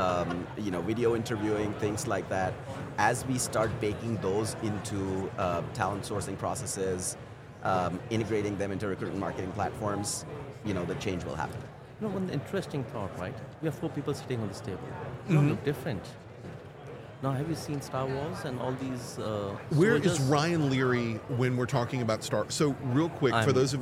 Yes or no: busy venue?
yes